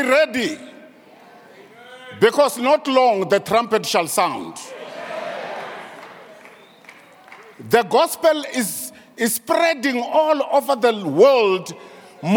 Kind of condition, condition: setting, large echoing room